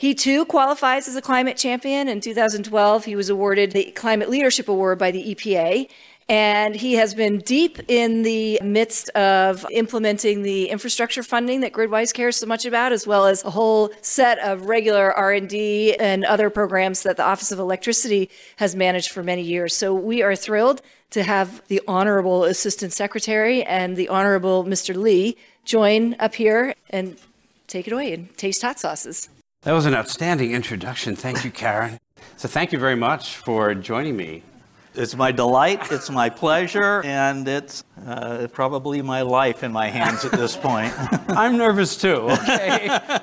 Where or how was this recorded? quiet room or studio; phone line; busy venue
busy venue